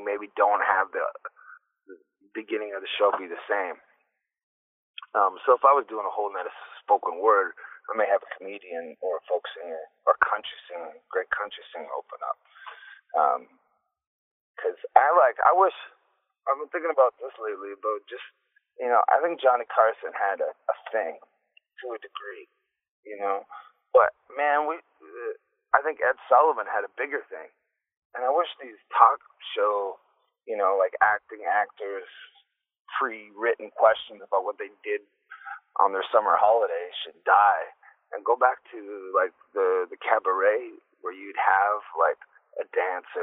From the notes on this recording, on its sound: we spoke on the phone